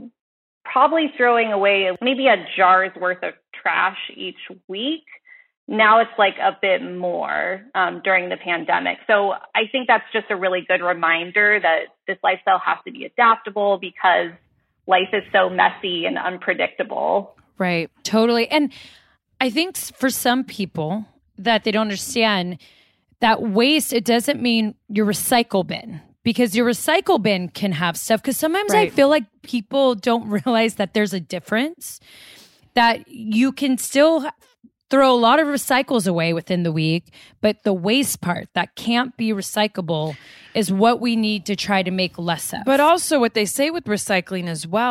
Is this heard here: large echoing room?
no